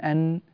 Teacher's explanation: فمكان مخرج النون من طرف اللسان